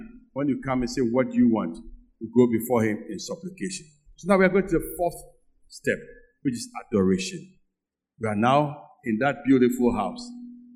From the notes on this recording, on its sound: Sermon preached at CBC Shiashie Campus